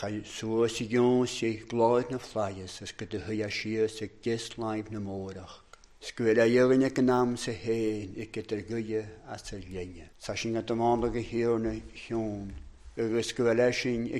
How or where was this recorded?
large echoing room